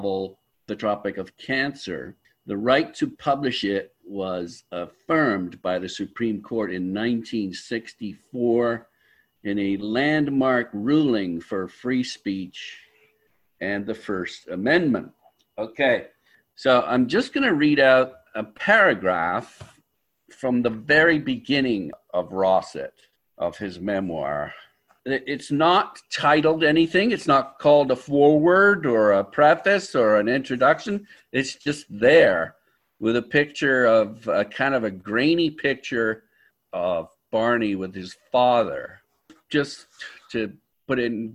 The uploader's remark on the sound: via Zoom.